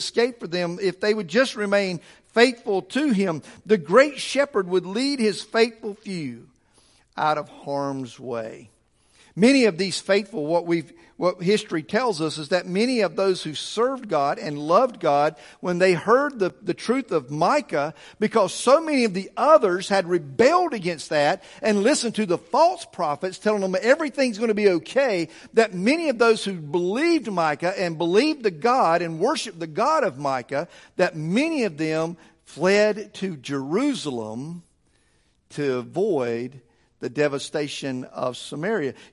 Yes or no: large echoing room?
yes